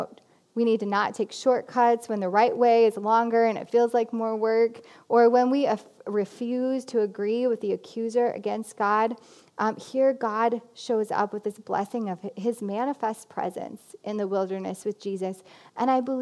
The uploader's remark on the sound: This Lenten message was preached at CityChurch in Iowa City on March 1, 2020.